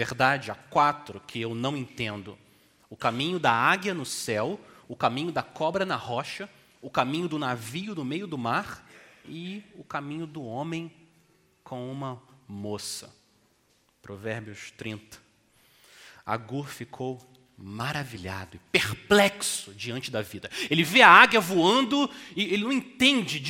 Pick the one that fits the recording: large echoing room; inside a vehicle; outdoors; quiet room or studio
large echoing room